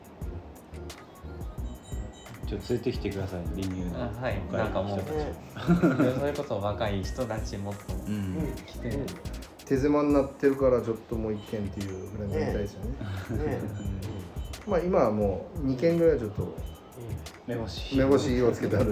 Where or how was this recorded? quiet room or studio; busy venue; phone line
busy venue